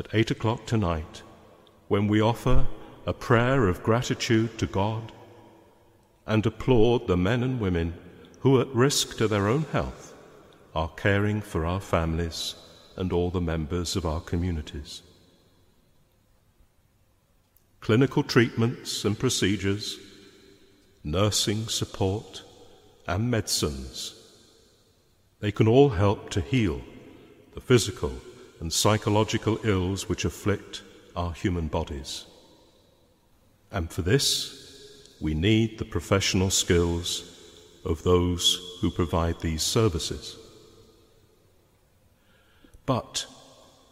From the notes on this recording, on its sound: Homily preached at a Mass for the sick, their families, care workers and NHS staff. Speaking in Leeds Cathedral.